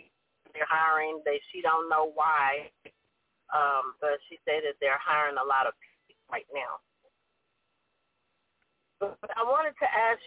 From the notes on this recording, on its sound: TNTSuperfantastic Conference Call